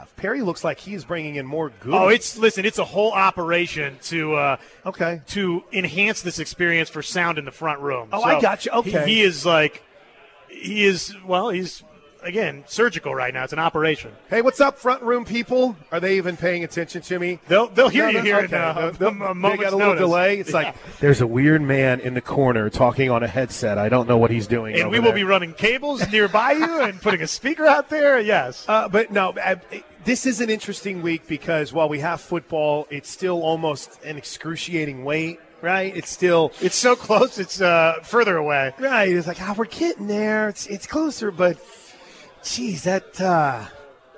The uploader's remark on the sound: LIVE FROM BWW IN EDMOND FOR GRIDIRON GIVEAWAY